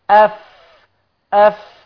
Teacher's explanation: الفاء من بطن الشفة السفلى مع أطراف الثنايا العليا، أف. إذن محقق، استطعت أن أصل إلى مخرج الحرف فهو محقق، مخرج محقق أستطيع الوصول إليه.